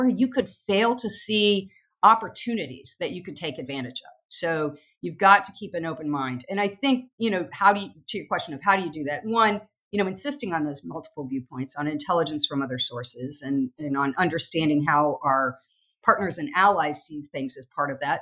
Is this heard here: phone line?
no